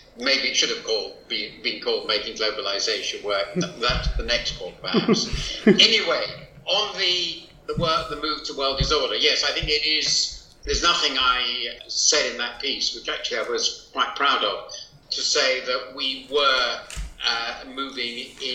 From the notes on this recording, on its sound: Imperfect audio quality